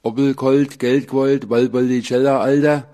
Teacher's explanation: Ein typisches Merkmal für den Dialekt um Nürnberg und Fürth ist der interdentale Labiallaut. Ein L, bei dem die Zungenspitze zwischen den Zähnen erscheint.